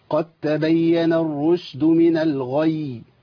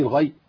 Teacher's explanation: عندي ياء الياء دي مشدده عند الوقف تاخد زمن طول شويه · Shown in: first take